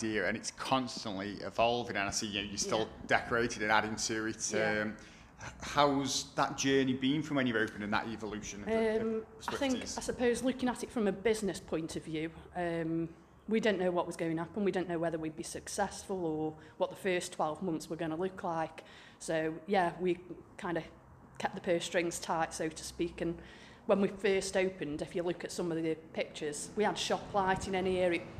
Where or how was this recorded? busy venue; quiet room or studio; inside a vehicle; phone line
busy venue